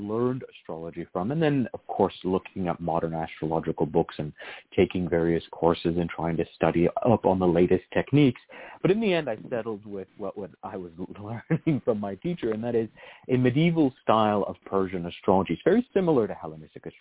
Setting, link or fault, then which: link, phone line